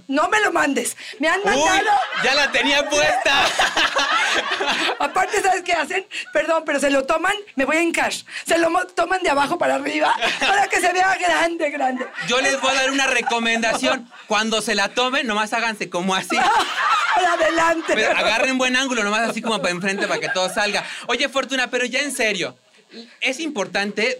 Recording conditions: live audience